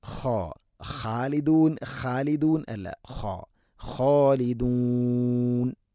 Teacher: ഖ ഇസ്തിഇലാന്റെ അക്ഷരമാണ്, സ്വരഭാരത്തിൽ ഉച്ചരിക്കേണ്ട അക്ഷരമാണ്